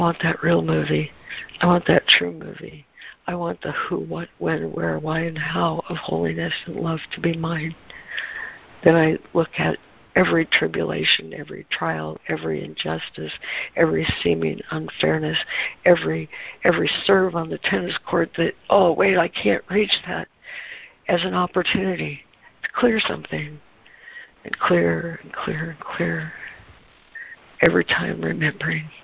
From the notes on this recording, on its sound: ACIM Daily Conference Call